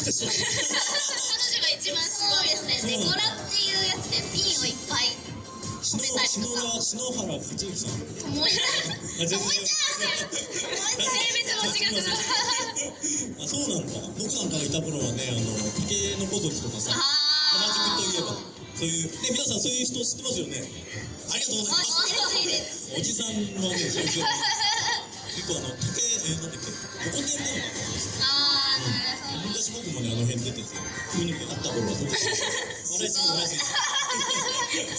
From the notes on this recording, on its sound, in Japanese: 初の公開収録編。会場と一緒に楽しく盛り上がった様子をお届けします！西武船橋タワーミニとのコラボイベントにて収録。